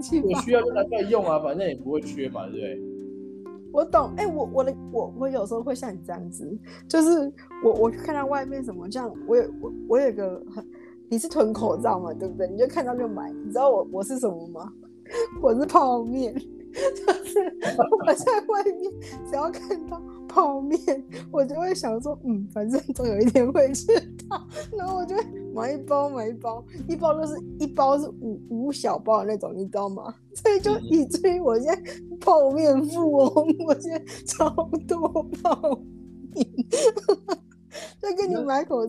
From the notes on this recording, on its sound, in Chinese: 因為第一次嘗試遠端兩人的錄製導致器材有一些音訊干擾